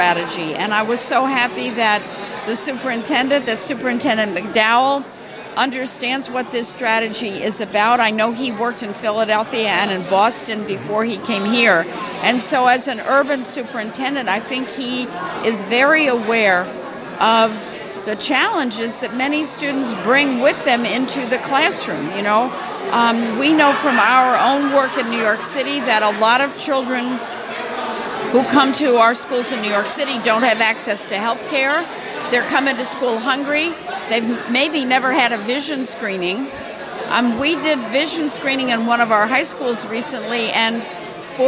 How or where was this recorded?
busy venue